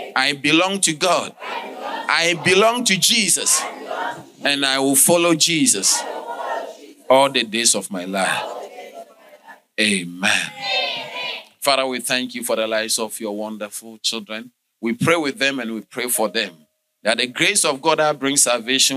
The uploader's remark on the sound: Sermon delivered on Sunday, April 16, 2023, at LCI Mega-Church in Cape Town, South Africa.